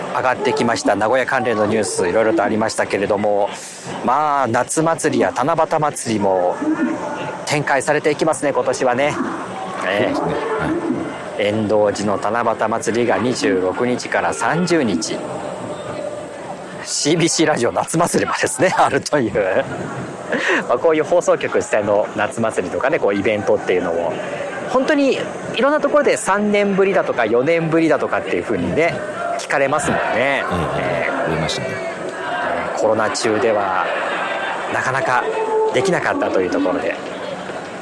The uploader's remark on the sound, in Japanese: 今月は高校野球の実況後に外から収録していましたが。